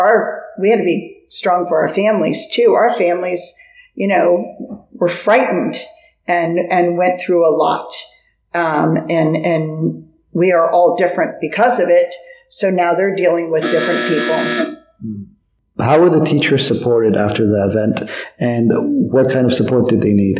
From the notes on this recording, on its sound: (Re-mastered). This interview was recorded live, in person and the sound quality is not 100%.